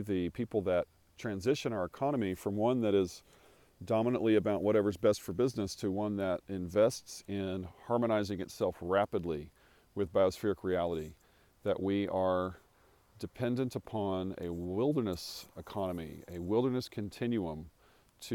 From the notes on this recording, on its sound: Recorded on a morning walk across a 3,000 acre pecan farm in West Texas about 100 miles from Jeff Bezos' recent launch into space.